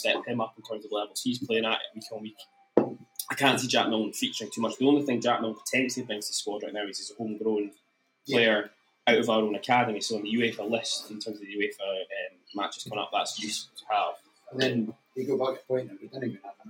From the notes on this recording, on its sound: ABZFP Live. In the bar at Siberia Bar & Hotel on Belmont Street, Aberdeen for a live version of the show.